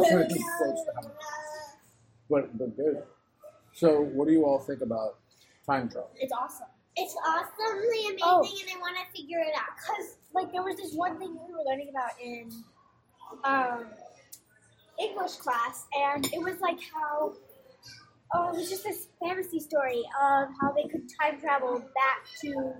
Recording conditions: poor sound quality